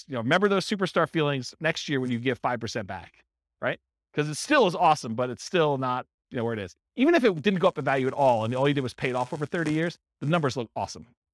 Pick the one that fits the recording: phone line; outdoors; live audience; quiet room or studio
live audience